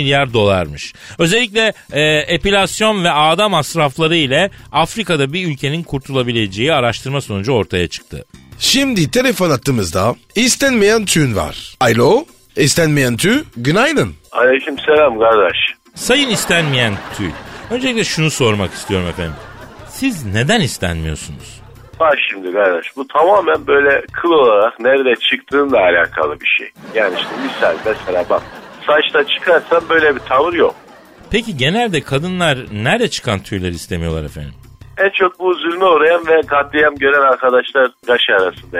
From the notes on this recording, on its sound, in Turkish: Rus iklim bilimci ile telefon görüşmesi. Istenmeyen tüy ile telefon görüşmesi.